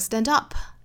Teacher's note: 这种 phrasal verb,重音呢是落在后面这个小品词上的